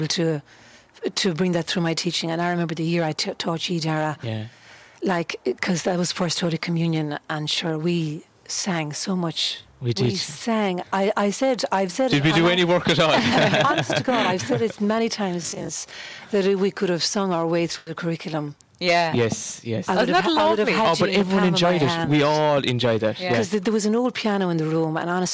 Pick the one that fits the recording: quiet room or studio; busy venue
busy venue